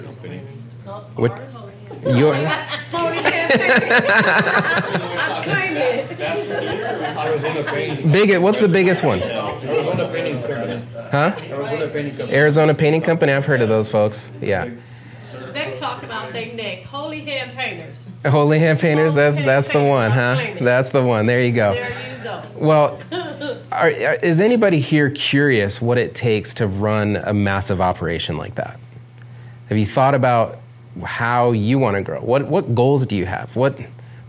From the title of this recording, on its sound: Live In Phoenix